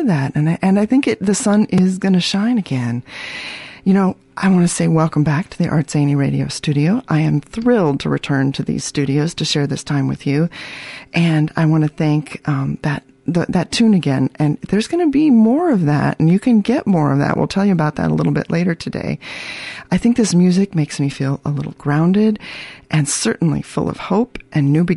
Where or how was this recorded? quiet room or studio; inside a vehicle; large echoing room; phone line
quiet room or studio